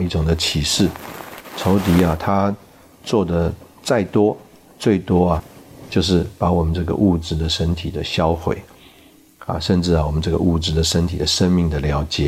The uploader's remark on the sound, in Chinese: 本集節目錄製時有雜音，造成收聽不便，敬請見諒